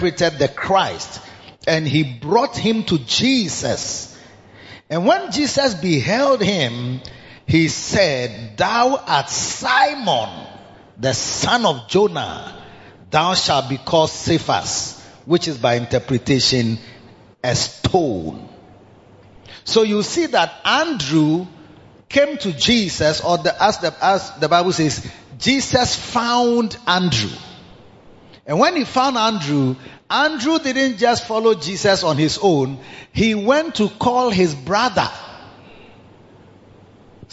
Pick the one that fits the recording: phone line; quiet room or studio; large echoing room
large echoing room